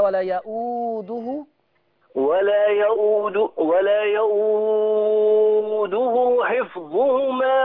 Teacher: تتمد حركتين بس صلة صغرى